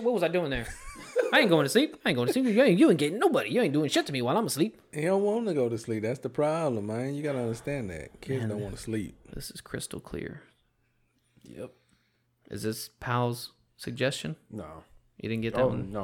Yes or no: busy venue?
no